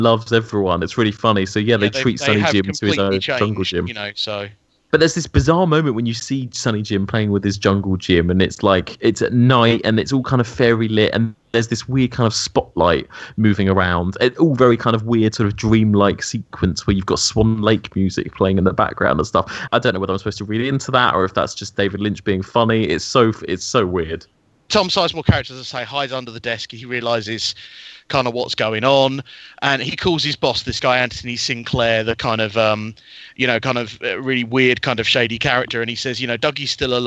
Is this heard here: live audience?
no